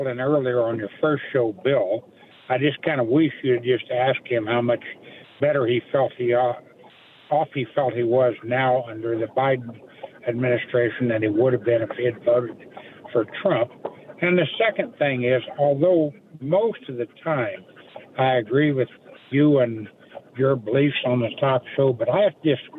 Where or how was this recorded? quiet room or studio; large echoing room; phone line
phone line